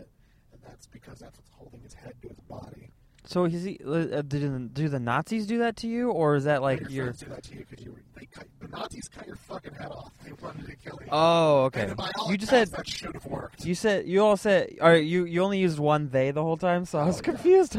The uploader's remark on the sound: Just hang out and talk as they attempt driving to the San Francisco Punch Line. They did not make it, but they had fun.